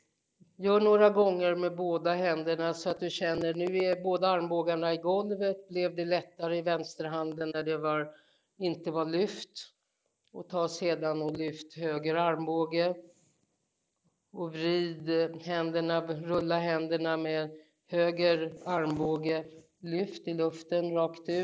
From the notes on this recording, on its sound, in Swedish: Lektionen är en liveinspelning som följer deltagarnas rytm.